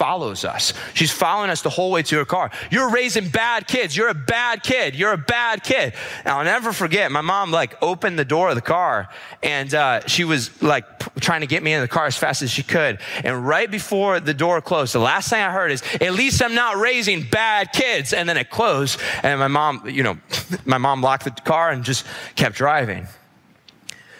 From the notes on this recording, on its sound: This episode was recorded at our weekend services